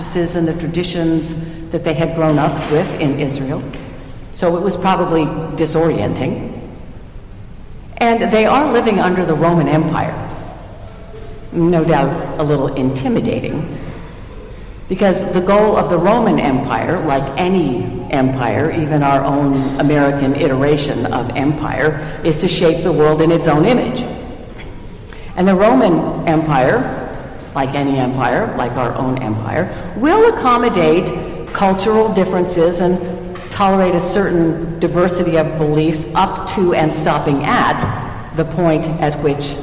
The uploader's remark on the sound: Recorded at Trinity Church, Princeton NJ